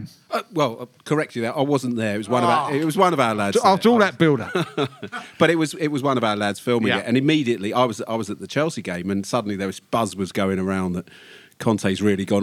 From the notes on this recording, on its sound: Live at the Albany for a crisis show special.